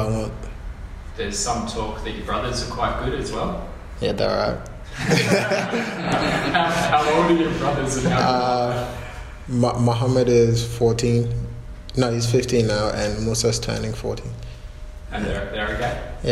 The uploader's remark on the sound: post-FFA Cup Final 2019 press conference